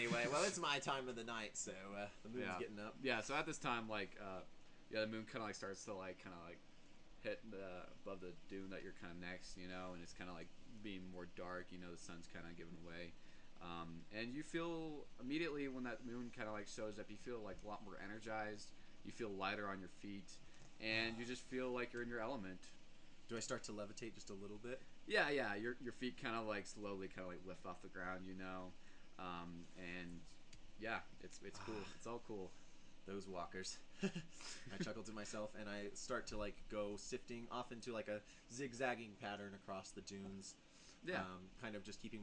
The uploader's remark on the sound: The one with poor audio